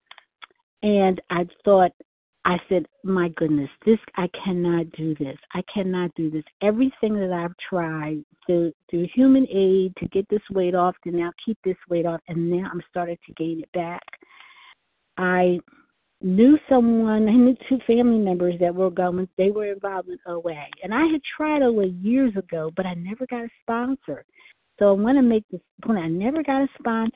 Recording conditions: phone line